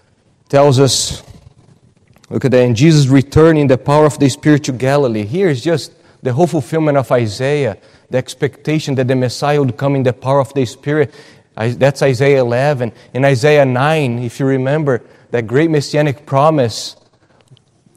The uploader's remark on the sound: at Gracious Cross Reformed Church Salem